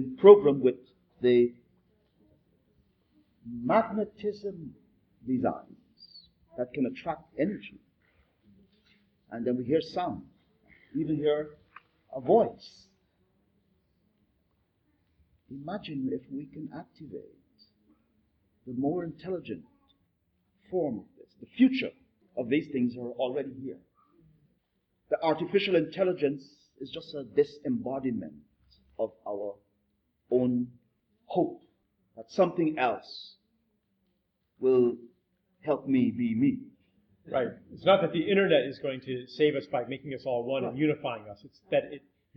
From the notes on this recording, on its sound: This podcast is a public conversation. Recorded in Santos, Brazil. Even though the audio quality isn't perfect.